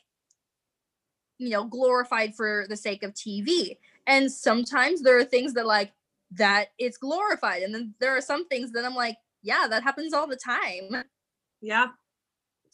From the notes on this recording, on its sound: Due to Covid quarantine, this episode was recorded over Zoom, so there are hiccups here and there. Unavoidable part of Zoom podcasting.